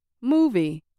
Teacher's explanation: I said moo a little louder and longer than V. If I had said movie, people probably would have had no idea what I was saying.